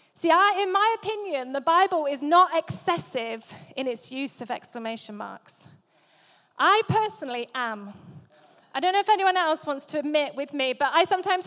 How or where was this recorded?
large echoing room